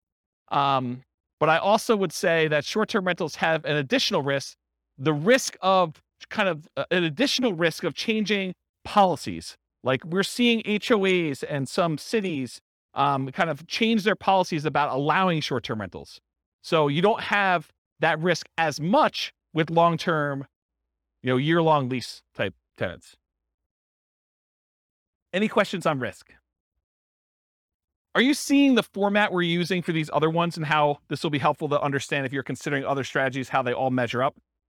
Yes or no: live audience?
yes